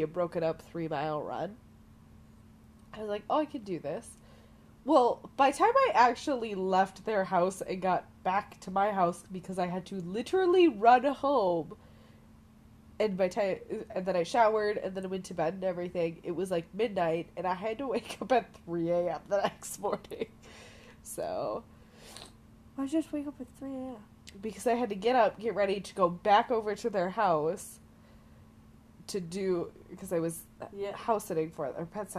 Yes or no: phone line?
no